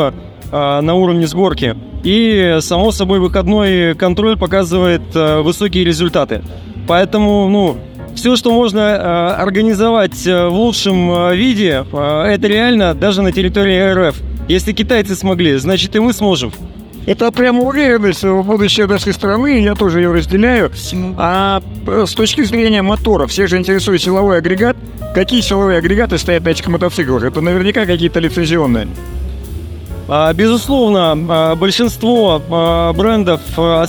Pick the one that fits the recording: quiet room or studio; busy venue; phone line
busy venue